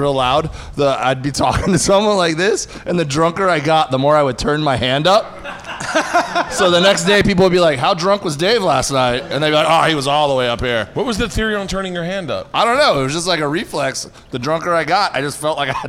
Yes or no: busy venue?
yes